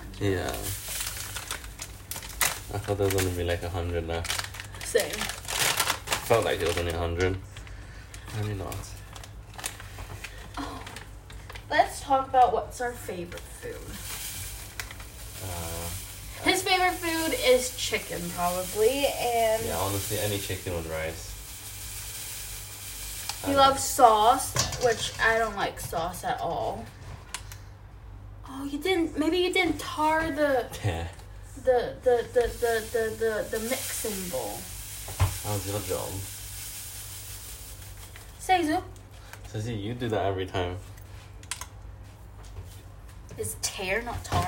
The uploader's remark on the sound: On this episode you enter the kitchen with us and see how chaotic it is! The audio might not be as good as we are moving around, sorry in advance!